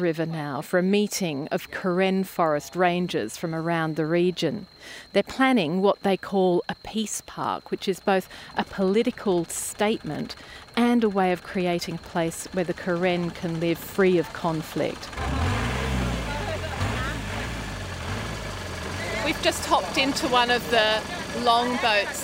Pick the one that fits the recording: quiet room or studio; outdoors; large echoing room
outdoors